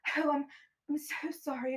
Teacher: her delivery was so whispery. So breathless. It was breathy.